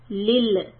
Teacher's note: And if I drop it, I get this sound, lil. It's a qalqala on lam, which is very common to make this mistake.